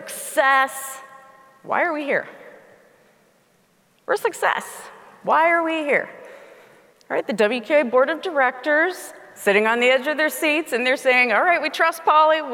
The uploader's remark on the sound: speaking at the Keynote Session of the WQA Convention & Exposition in Las Vegas